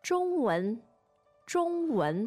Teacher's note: Now the tones on 中文 are first and second.